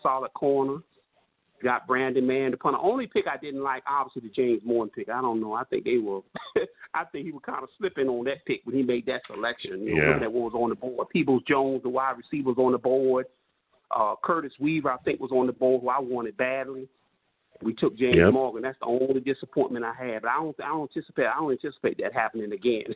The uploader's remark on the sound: I’ll also take live callers!